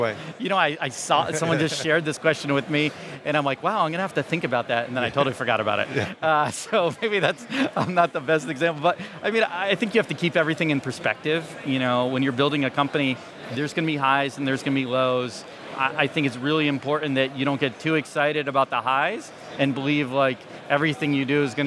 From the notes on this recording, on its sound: This week's episode of the SaaS Revolution Show is a live recording from SaaStock 2019.